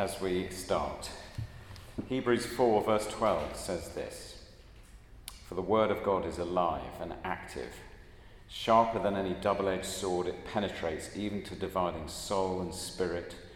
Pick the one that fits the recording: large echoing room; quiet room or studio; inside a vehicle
large echoing room